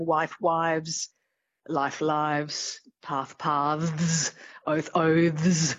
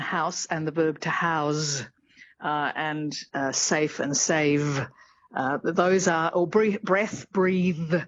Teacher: it was a part of a pronunciation rule of Old English that they would turn into voiced things when they were flanked by voiced sounds like vowels · Term: fricatives